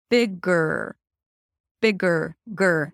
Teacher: at the end of the word bigger, you shift from the G sound to the R directly.